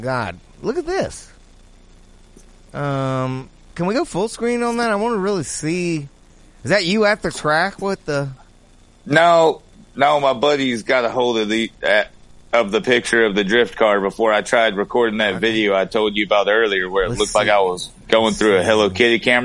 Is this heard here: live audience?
no